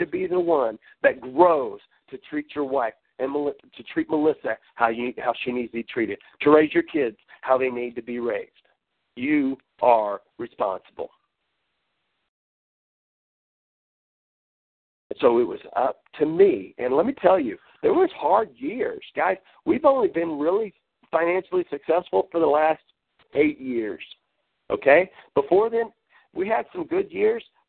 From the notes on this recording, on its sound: Team Elite Conference Call.